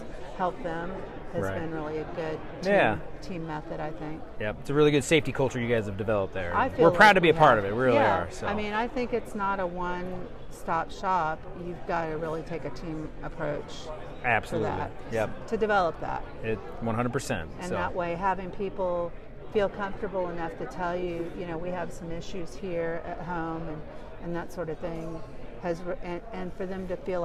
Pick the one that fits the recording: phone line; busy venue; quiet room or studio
busy venue